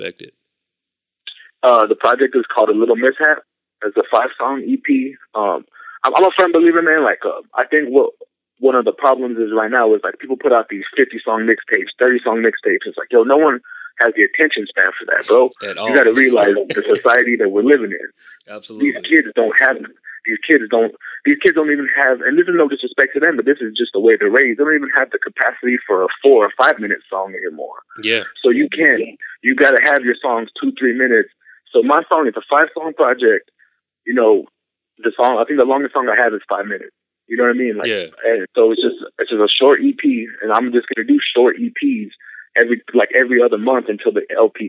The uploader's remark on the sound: On the phone. Took questions from fans during our Ask Da Den segment.